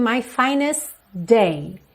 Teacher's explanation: Na hora que eu teria o T, na verdade eu já tenho o D do day.